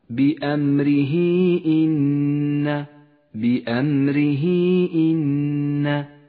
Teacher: هاء الضمير جاء قبلها حرف متحرك وبعدها الهمزة، يسمى مد الصلة الكبرى، وهو مد جائز، قصرنا مده على حركتين تسهيلا على القارئ المبتدئ.